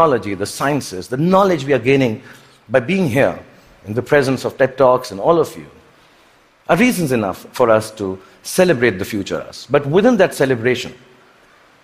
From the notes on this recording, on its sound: TED Talk at the Vancouver TED Conference in 2017.